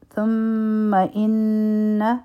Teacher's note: میم مشدد دی، غنه بکو، نون مشدد دی، غنه بکو